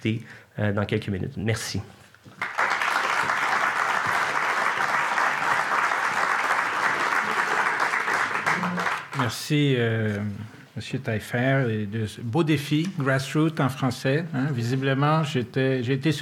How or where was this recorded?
live audience